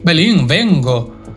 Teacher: finisce con una N molto particolare, che in linguistica si chiama N velare.